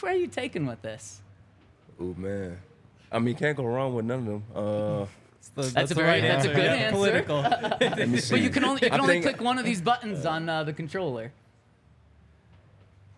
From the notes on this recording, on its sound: coming to you LIVE from the DNVR Bar